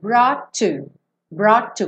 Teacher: Como um T só, não quica no T.